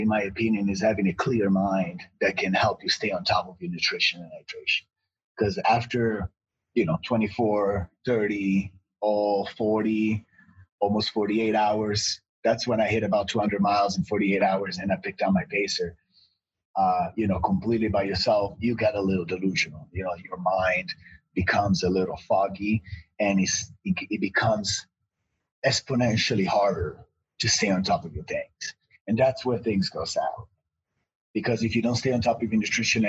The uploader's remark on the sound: sat down on Zoom